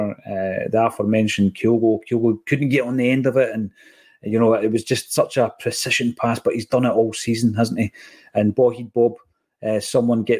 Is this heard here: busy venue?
no